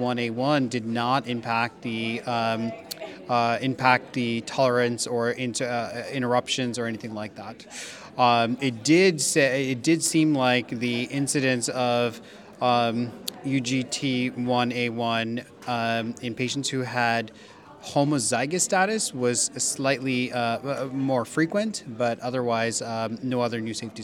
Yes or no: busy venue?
yes